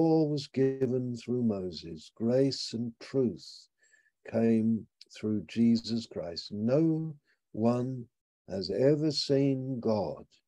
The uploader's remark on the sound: Malaysia Meets (Zoom)